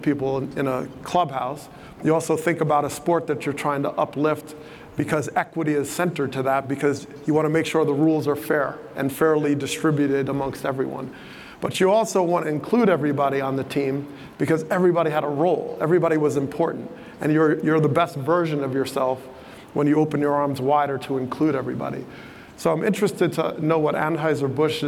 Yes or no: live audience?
yes